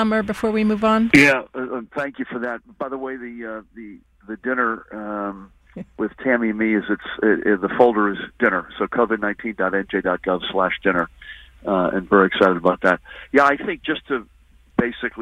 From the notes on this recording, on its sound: A live call-in special. On 93.9 FM and AM 820.